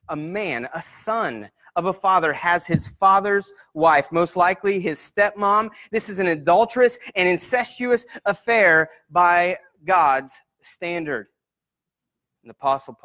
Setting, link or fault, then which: setting, large echoing room